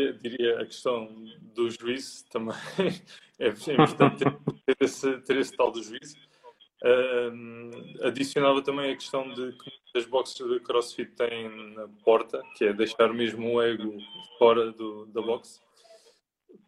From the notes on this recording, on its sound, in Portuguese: Gravado através do LIVE do Instagram.